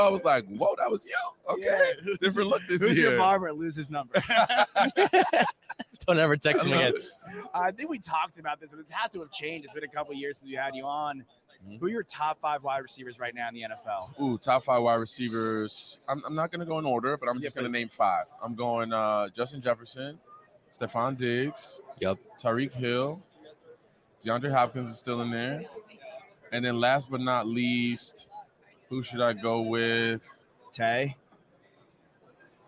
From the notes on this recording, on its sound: Live from Radio Row